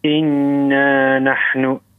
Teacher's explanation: ونعمل الغنة في النون